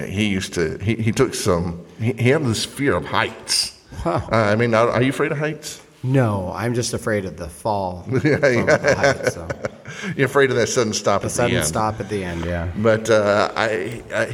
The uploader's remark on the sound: Today's episode was recorded live during a Sunday night service at the Fremont Baptist Temple.